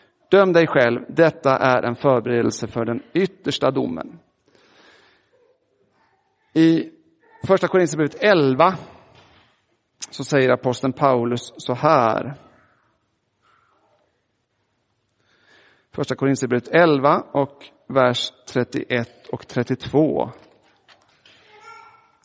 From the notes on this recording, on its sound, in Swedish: Inspelad i Roseniuskyrkan den 2 juli 2023.